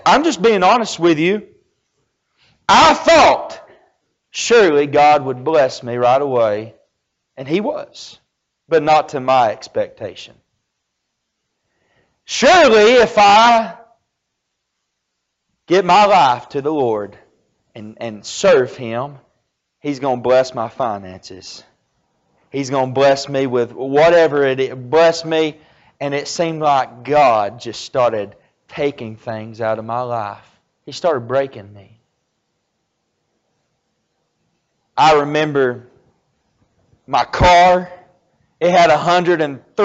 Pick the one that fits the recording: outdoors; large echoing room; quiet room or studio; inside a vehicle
large echoing room